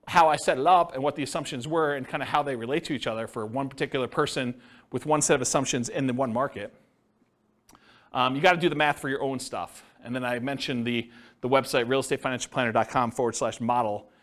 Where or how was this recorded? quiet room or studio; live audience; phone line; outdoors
live audience